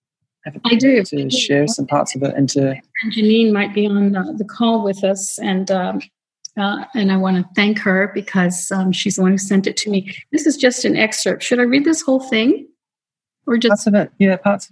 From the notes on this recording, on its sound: Nearly 200 folks around the world gathered in the Zoom Room for our Monday lunchtime chat